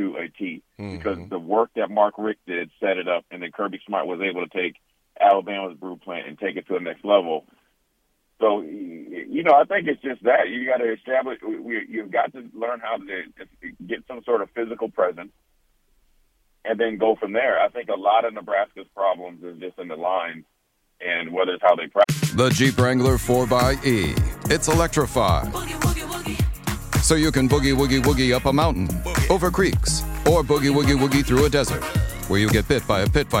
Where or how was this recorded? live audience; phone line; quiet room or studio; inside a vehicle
phone line